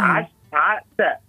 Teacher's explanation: هذا التكرار الصوتي المتتابع والهمس المصاحب لحرف السين يوحي للمستمع بالحركة الخفية الهادئة البطيئة